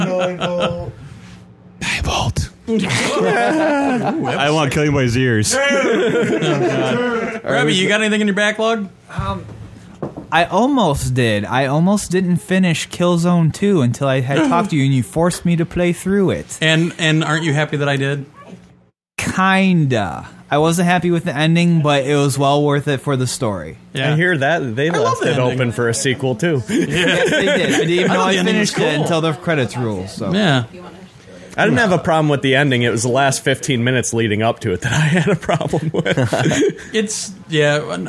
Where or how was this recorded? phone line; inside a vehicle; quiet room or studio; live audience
live audience